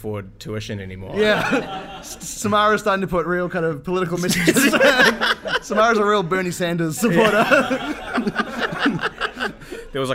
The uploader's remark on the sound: Our first live episode!